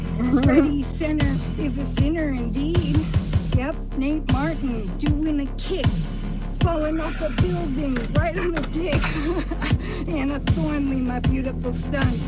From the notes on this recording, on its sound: Band Car is the internet's #1 live improvised music show broadcast from a moving vehicle.